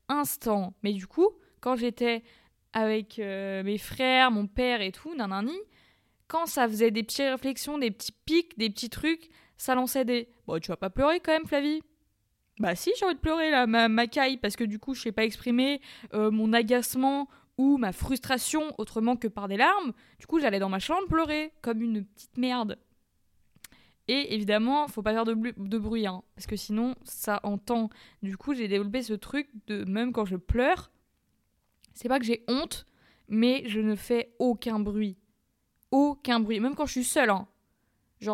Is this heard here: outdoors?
no